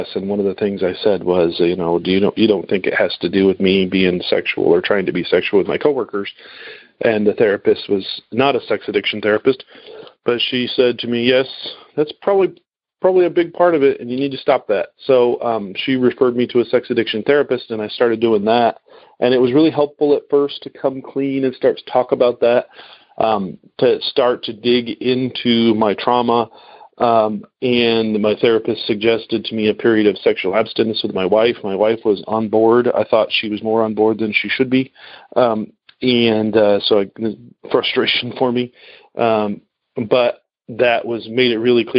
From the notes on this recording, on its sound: Noon Phone Speaker Meeting